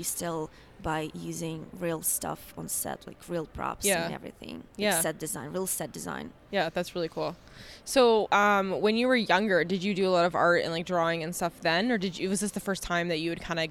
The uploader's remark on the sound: live from the basement of the Mandalay Bay during WPPI